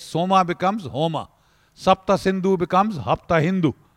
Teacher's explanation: the Iranians can't pronounce the S, so they pronounce it as H. Soma becomes Homa.